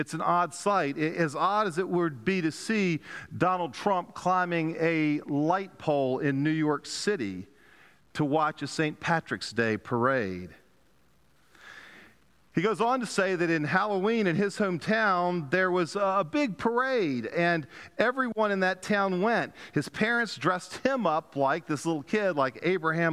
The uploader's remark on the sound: Pender UMC Contemporary Worship Sunday October 30, 2022 at 11:15 am.